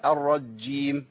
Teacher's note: شددت الجيم. ده انا جبت جيم ساكنه قبل الجيم المتحركه بالكسر